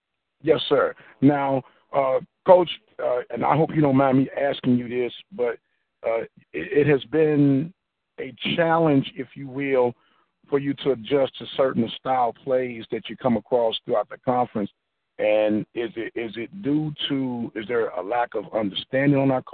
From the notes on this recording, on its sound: Phone Interview.